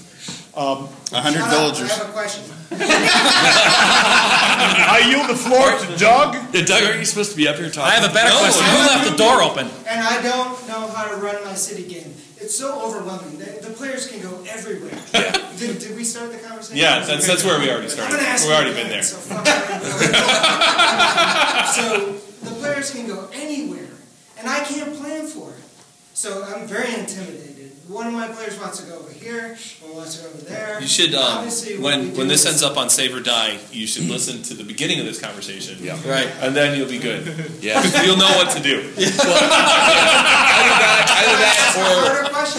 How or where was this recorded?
live audience